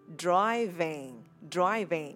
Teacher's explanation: Các bạn để ý cái ngữ điệu của nó ha. Nó lên ở chữ drive và nó xuống ở chữ van.